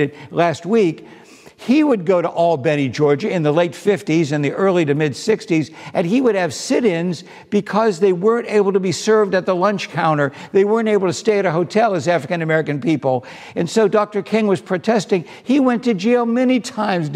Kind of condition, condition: setting, large echoing room